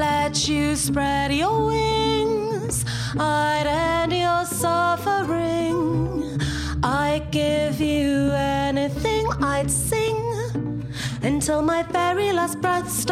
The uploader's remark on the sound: recorded at our Stand Up Tragedy night that took place at The Dogstar on March 28th